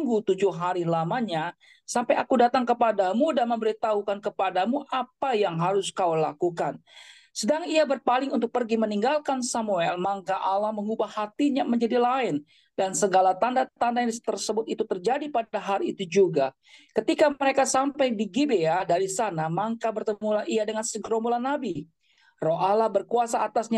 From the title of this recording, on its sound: Audio Zoominar